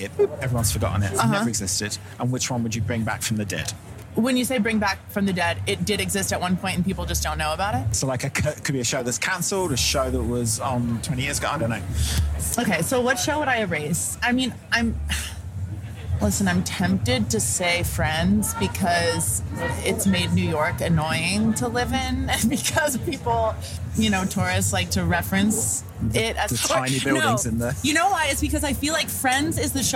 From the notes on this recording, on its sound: I take to the streets of Edinburgh during The Fringe to accost tourists and artistes in town for the World's biggest arts festival. Armed with not one, but sometimes two microphones, I go in search of soundbite gold by asking people about their likes and dislikes.